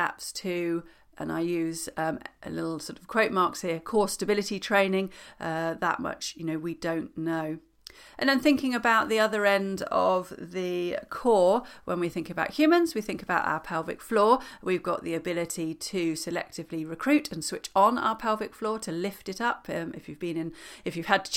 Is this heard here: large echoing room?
no